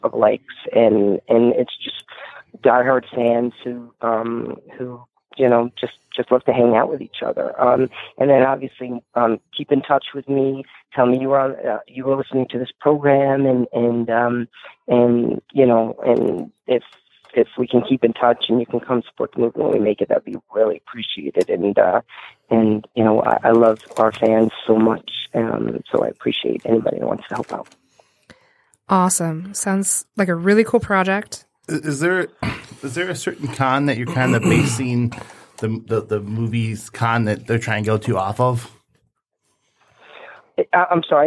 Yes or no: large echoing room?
no